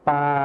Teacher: ส่วนภาษาไทยถิ่นอีสานจะไม่ใช้คำควบกล้ำลอลิง